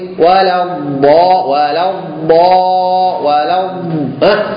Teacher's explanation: أقف على الضاد كده برخاوة بإيه؟ باستطالة · Term: الاستطاله